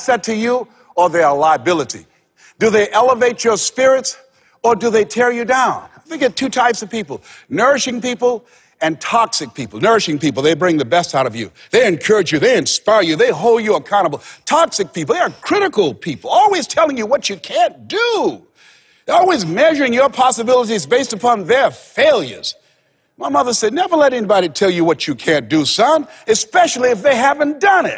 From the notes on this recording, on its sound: Step Into Your Greatness (Live Seminar)